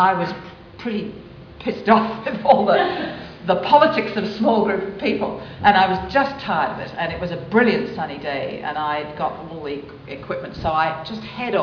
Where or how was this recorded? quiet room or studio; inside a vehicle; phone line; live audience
live audience